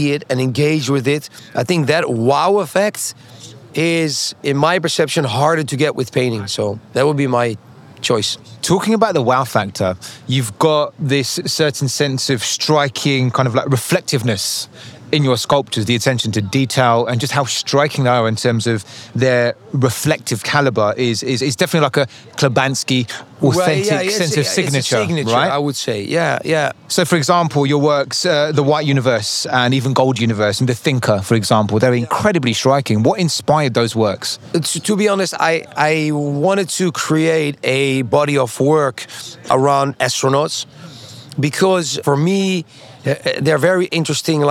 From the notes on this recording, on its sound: on location at this year's Art Miami